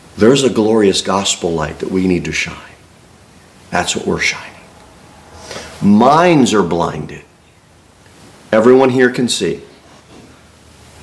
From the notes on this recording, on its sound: Sermon delivered at Pilgrim Baptist Church on Sunday, October 22, 2023, at 11-15 am. Jere Whitson Rd. Cookeville, TN 38501. Pilgrim Baptist Church is a bible-believing, independent Baptist church.